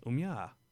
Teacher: In Nagoya, the syllables for I and A-I, so A-I and A-E, are pronounced ya.